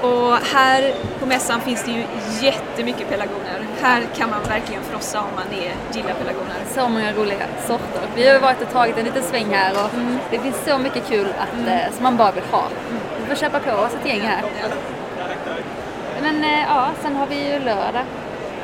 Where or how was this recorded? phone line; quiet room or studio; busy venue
busy venue